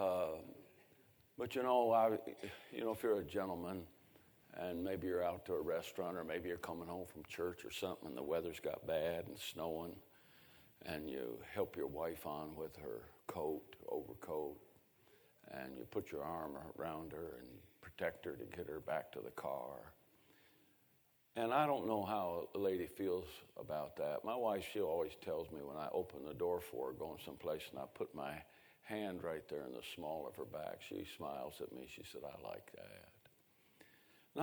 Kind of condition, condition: setting, large echoing room